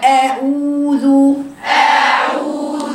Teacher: هات المخرج أقصى الحلق افتح الفتحة من هناك بدون تفخيم